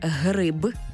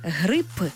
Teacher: Для цього запросімо слово-модель «гриб» з буквою «б». Але якщо ми звук «б» змінимо на глухий «п», вийде зовсім інше слово – «грип», тобто «хвороба».